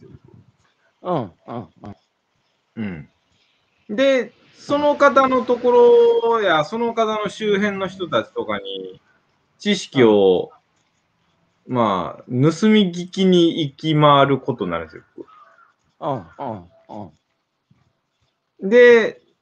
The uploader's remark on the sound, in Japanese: 歩きながら1時間、対談する。